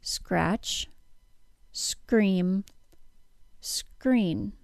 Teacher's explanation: The R sound begins with the release of air for the K sound. · Term: SKR cluster